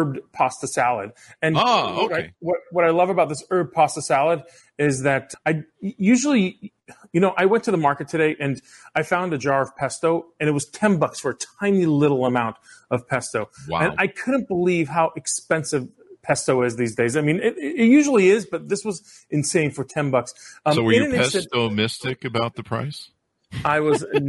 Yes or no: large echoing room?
no